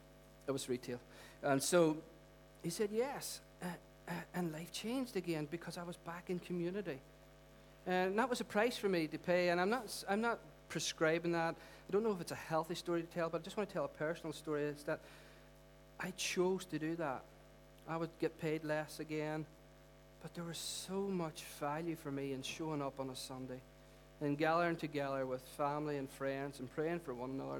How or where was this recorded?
large echoing room